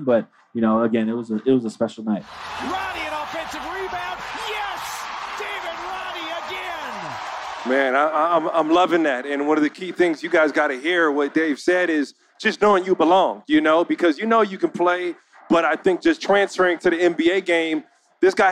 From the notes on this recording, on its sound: LIVE from NBA Con at Summer League in Las Vegas